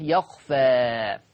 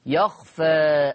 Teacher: أميل بالألف شوية أقللها أنتحي بها شوية · Shown in: second take · Term: التقليل